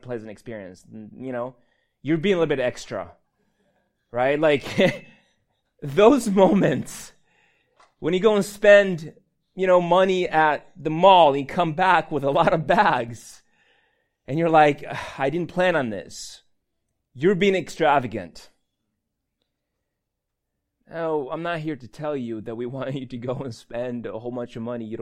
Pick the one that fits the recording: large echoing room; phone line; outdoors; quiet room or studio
large echoing room